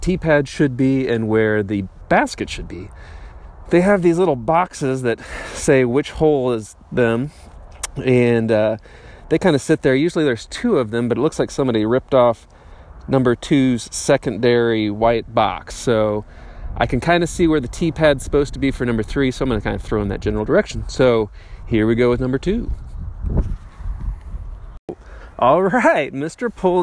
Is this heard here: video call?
no